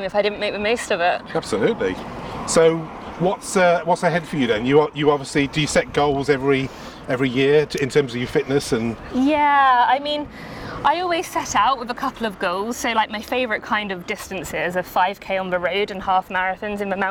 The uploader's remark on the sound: Walking along the coastal path at Herne Bay in Kent. Recorded in Herne Bay, Kent August 2023.